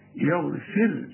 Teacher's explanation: الراء ما دام يسبقها حرف مكسور تبقى ترقق